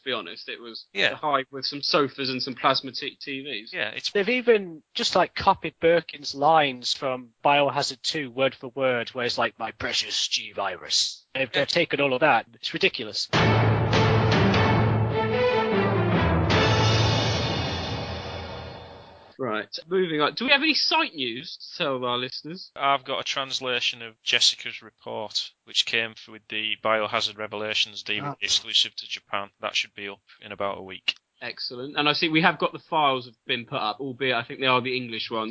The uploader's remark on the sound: February 2012 when we recorded the first episode proper of the then Project Umbrella Podcast. Apologies for the erratic audio quality throughout as back then we were still learning our way around this whole podcasting lark.